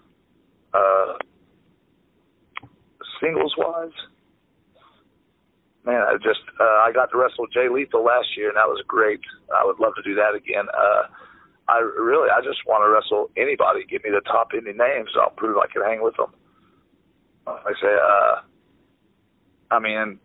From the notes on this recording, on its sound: This episode features a phone chat